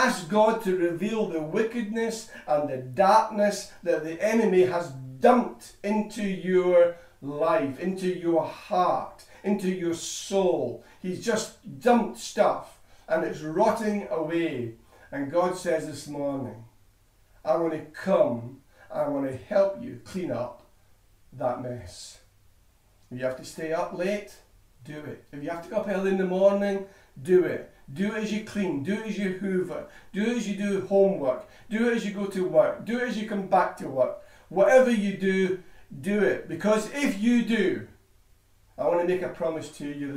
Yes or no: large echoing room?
yes